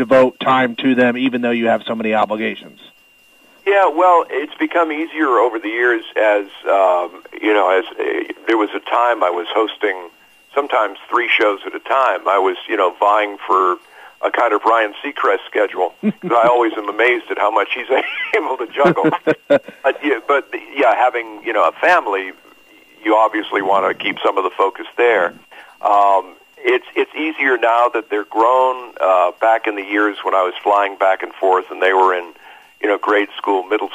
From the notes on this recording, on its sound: phone interview